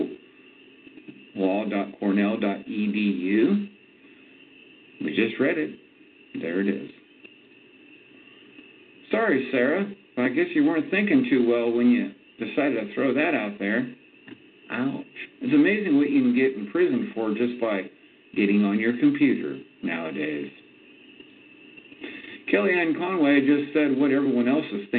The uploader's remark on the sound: your phone calls